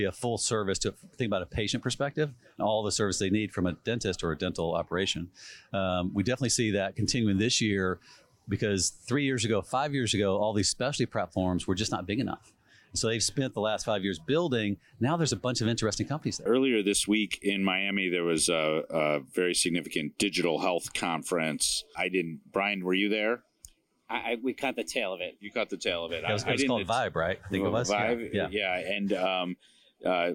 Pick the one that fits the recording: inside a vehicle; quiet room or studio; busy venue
busy venue